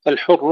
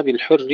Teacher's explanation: الحر الراء مفخمة بالحر مرققة